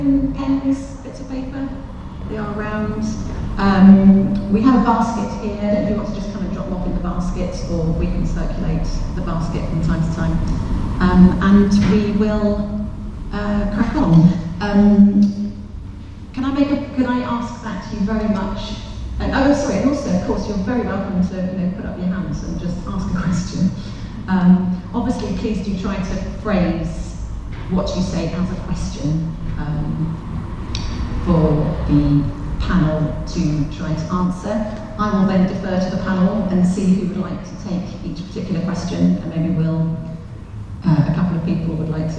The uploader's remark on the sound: Questions Panel at Highfield Church